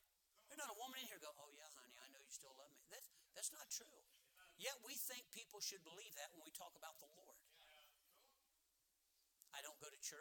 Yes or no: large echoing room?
yes